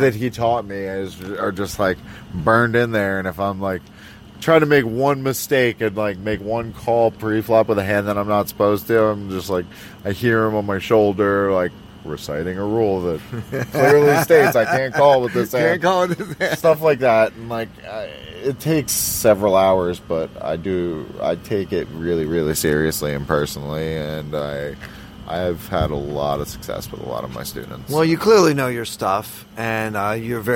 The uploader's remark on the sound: Live from the PSPC